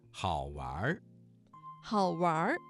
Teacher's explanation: 这个词当中的玩加了一个卷舌音，形成了儿化音。